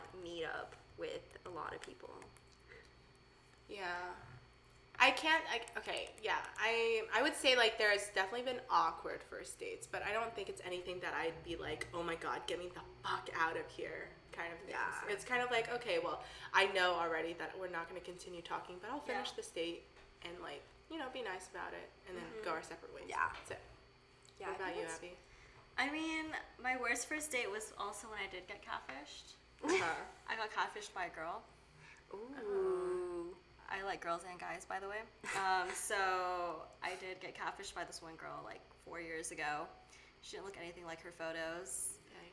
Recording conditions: sounds in the background